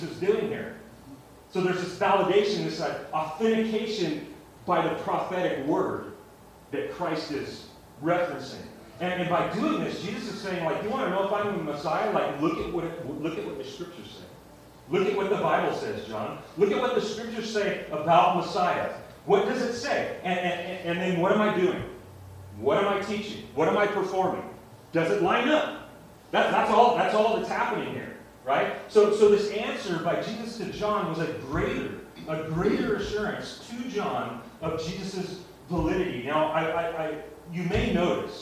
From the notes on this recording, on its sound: Sorry about the audio quality